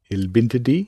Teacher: the little helping vowel tends to creep in, because when you think about it, bint is n t, di is d, so we've got three together. Il bint di?